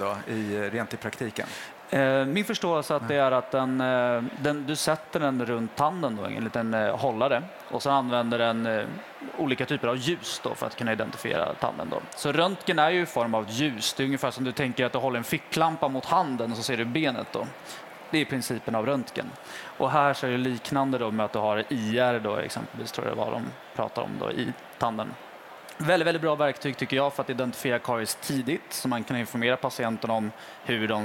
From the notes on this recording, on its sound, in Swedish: Live från Tandläkarmässan i Stockholm.